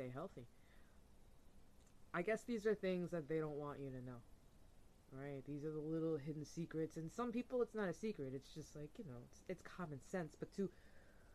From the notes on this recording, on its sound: Apologize ahead of time for low audio audio & mic issue , I’m not a pro at this.